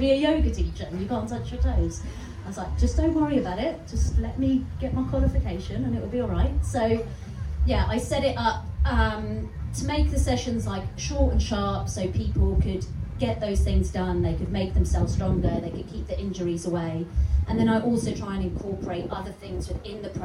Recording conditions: wind noise